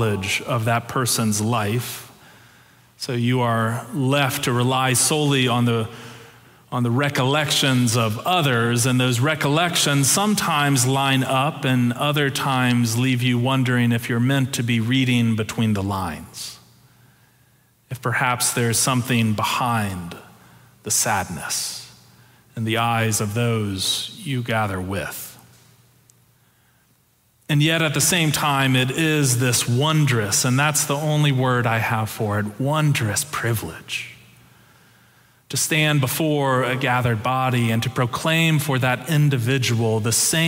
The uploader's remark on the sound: Preached November 6, 2022 in our Sanctuary and MorningSong worship services.